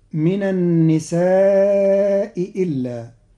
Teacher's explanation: قرأ قالون كلمتي النساء إلا بتسهيل الهمزة الأولى بين مع المد